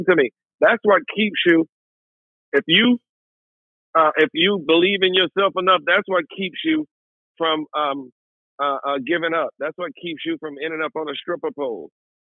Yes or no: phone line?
yes